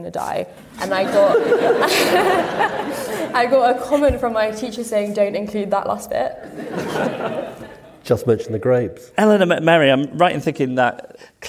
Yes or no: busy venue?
yes